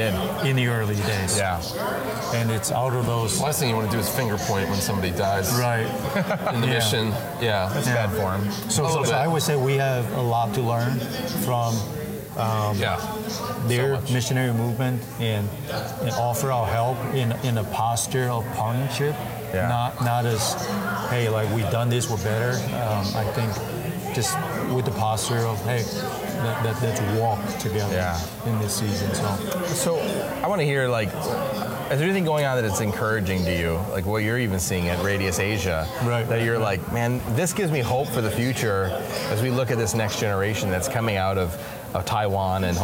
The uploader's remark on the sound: Recorded live at the 2021 Radius Missiology Conference.